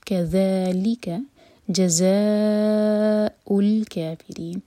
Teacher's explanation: ذا پر چار حرکہ لمبا، یہ ہے مد متصل اور جب ہم حمزہ کو لام سے جوڑیں تو لام پر جھٹکا نہ آئے.